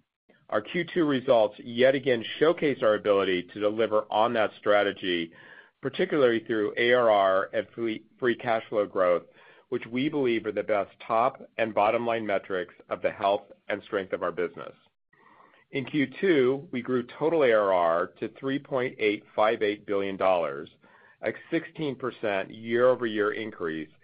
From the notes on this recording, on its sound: Second Quarter 2024 Financial Results Conference Call of Splunk Inc.